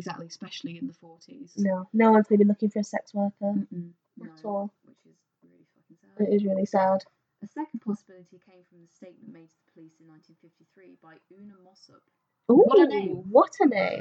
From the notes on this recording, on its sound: With even worse sound quality!